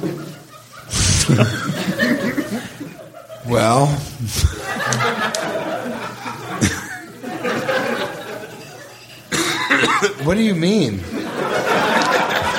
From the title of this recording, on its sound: Live from Skyline Comedy Cafe!